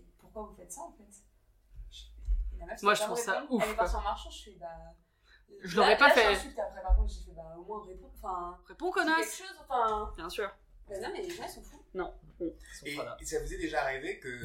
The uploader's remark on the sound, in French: Désolé pour le petit bruit de fond, les réglages d'enregistrement sont encore en cours !